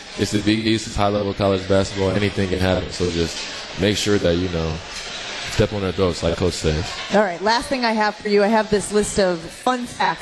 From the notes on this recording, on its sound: LIVE from MOTOR Bar & Restaurant